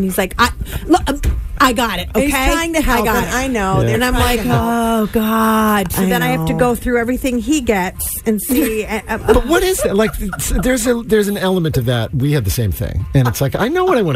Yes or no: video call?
no